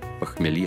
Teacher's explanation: Слово «похмелье» с ударением на последний слог.